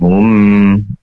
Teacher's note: Hum itu mim sukun atau mim berasal dari kedua bibir yang dikumpulkan atau ditempelkan. Hum, kemudian ada sedikit mendengung ya.